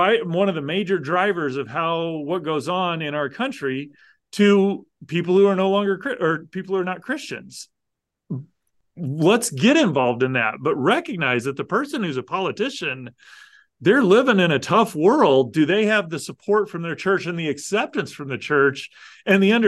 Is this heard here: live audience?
no